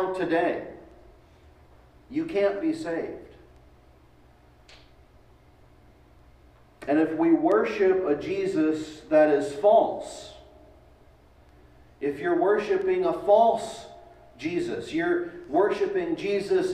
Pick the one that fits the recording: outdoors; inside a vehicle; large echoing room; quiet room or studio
large echoing room